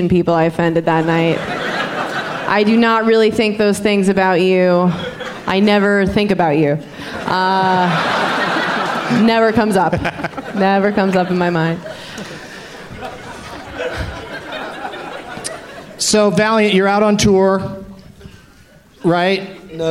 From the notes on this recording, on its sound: Podcasting live from Bumbershoot